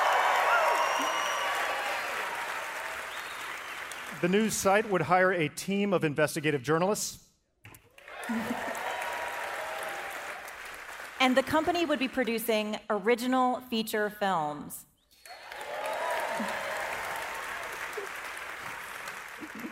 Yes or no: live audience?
yes